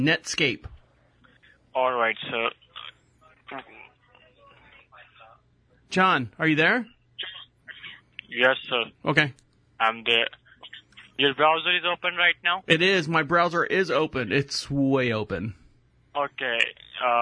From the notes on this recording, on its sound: Where we take back the conversation from unsolicited phone calls... All comments, names, and information given to the callers are made up in real time as the call is recorded.